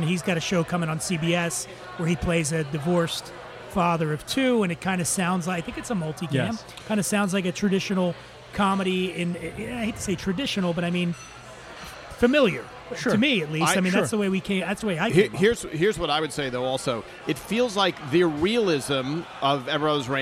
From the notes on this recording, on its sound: Recorded at Eleven City Diner in Los Angeles.